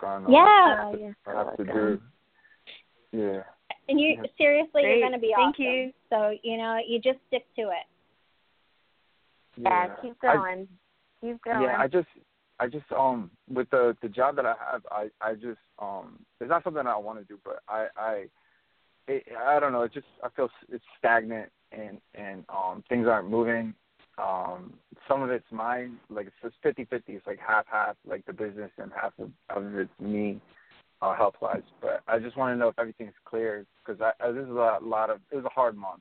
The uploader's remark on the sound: During this special live reading show, they will be taking your calls for readings & questions.